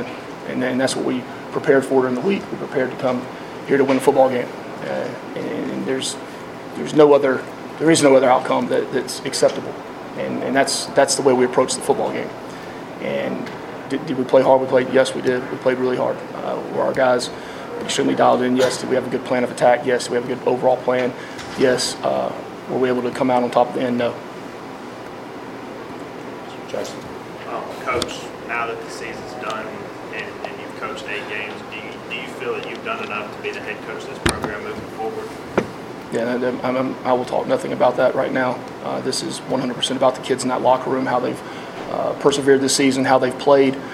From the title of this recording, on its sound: postgame press conference